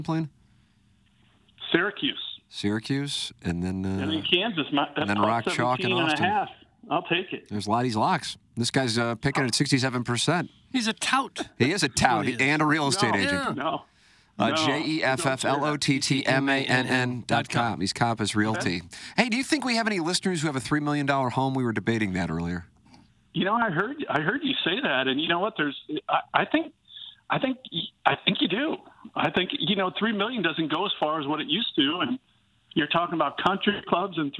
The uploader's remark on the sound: In the studio. On the phone talking a little wagering before the weekend.